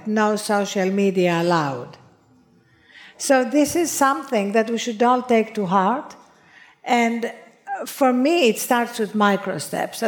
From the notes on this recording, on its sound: a chat at In goop Health in New York City